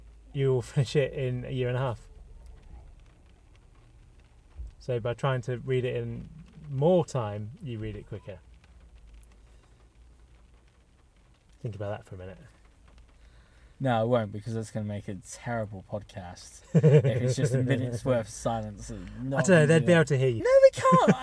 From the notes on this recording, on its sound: This is the start of two episodes we recorded in a car, in a random pub car park, when it was raining